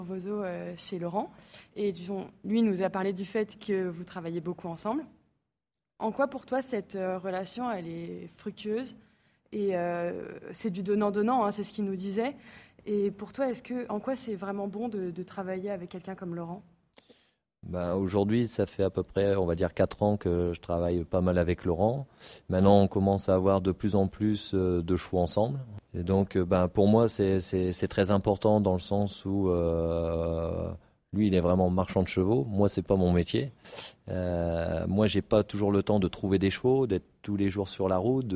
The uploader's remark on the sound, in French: Dans ce superbe épisode enregistré à Equita’Lyon.